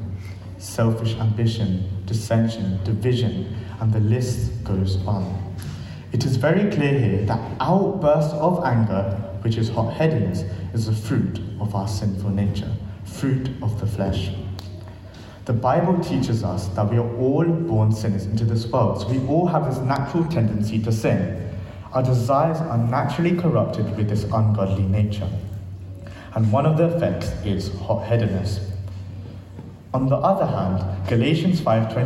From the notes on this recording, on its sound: This sermon was recorded on Sunday 3rd September 2023 at our Great Denham venue.